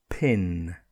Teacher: So it comes as a sort of a sudden, loud sound from the front of your mouth, through your lips, and you don't use the voice at the back of the throat. And there's a lot of stress, particularly when the P is at the beginning of the word.